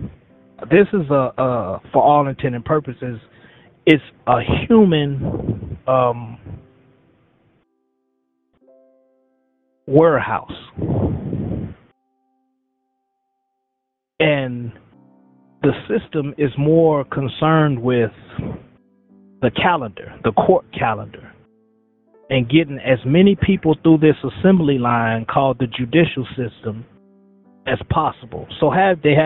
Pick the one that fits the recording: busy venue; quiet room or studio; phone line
phone line